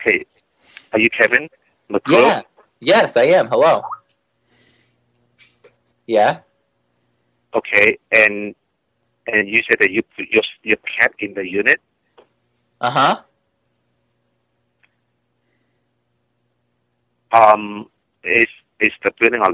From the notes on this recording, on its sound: …'s Personal Prank Phone Calls Collection.